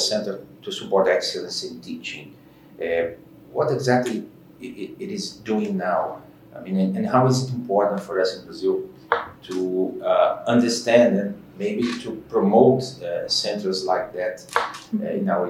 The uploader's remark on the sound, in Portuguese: Este episódio foi gravado em São Paulo/SP, no Instituto Singularidades, durante o "Seminário Internacional - Práticas Essenciais na Formação Docente", promovido, em parceria, pela ABMES, Instituto Península, ANEC e Profissão Docente.